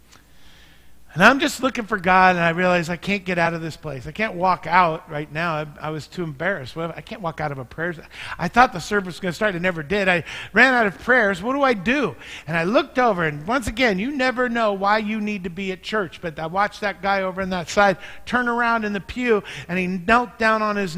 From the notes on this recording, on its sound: Mt. Zion Church Live!